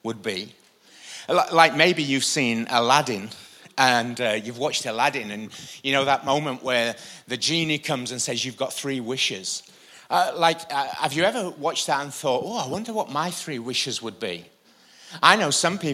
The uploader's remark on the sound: IKON Church. Recorded live at the Chesterfield Campus this is the message from the evening service on the 16th February 20.